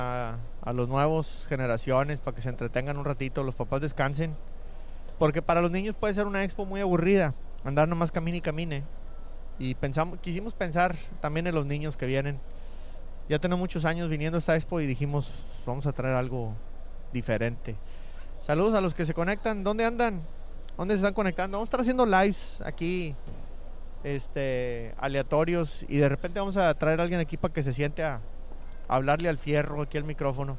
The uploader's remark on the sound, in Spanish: Live desde expo en Kentucky